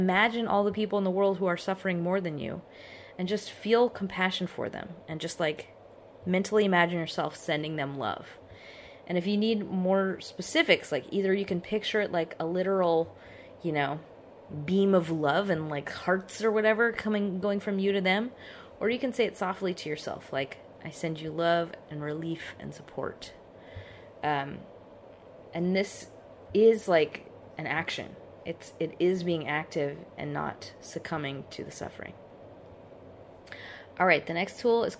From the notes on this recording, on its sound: I couldn’t get into the recording studio thanks to said virus, so this one has a lot of background noise.